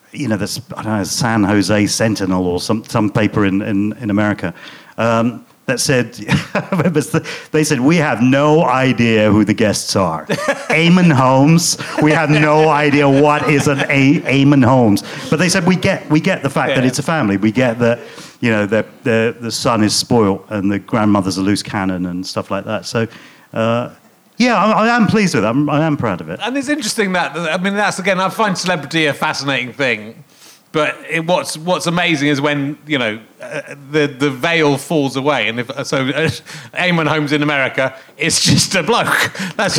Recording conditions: live audience